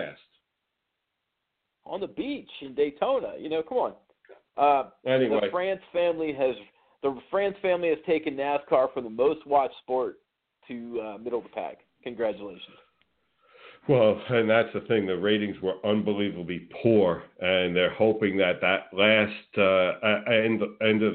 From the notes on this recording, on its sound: A SPECIAL CALL IN GUEST!